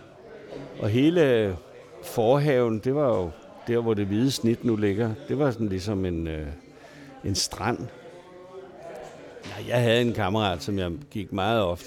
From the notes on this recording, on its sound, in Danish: Optaget på Fingerbøllet, Christianshavn.